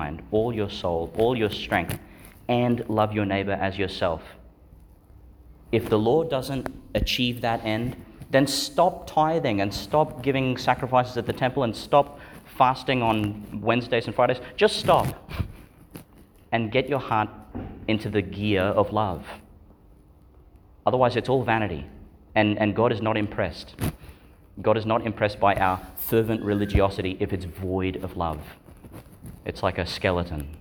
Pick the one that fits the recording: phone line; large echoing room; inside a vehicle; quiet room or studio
large echoing room